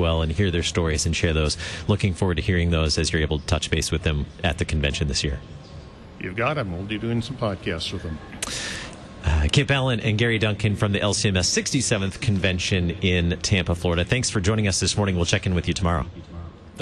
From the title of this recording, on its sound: Live from Convention #JoyfullyLutheran